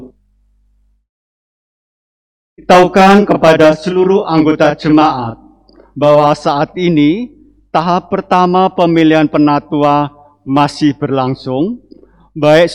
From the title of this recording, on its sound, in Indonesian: LIVE] KEBAKTIAN MINGGU XX SESUDAH PENTAKOSTA